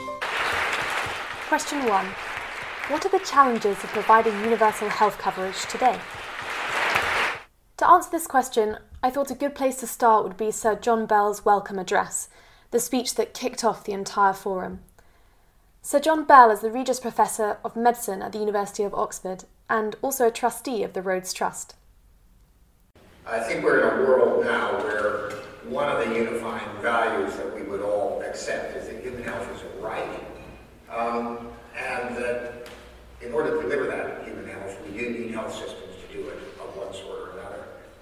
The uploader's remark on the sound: Recorded at the 4th Annual Rhodes Healthcare Forum.